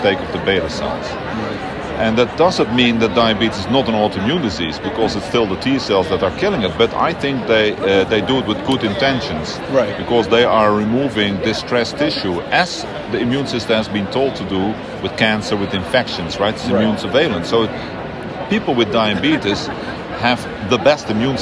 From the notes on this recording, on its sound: recorded during IDS Paris 2023